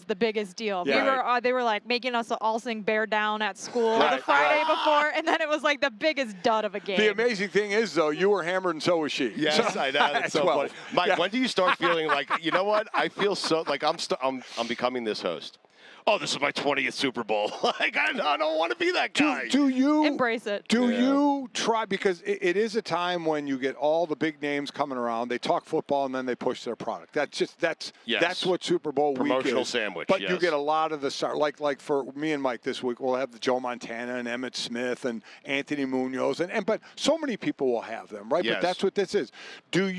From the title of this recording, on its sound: Joins from Radio Row in Vegas